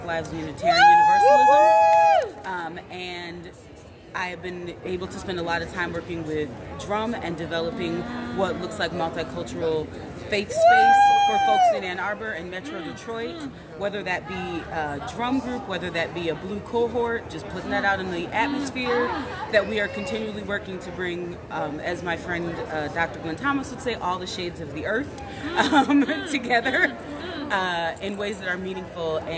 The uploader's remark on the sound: Chat with other attendees about this year&#8217;s General Assembly of Unitarian Universalists. Live from Spokane. Chat with other attendees about this year’s General Assembly of Unitarian Universalists.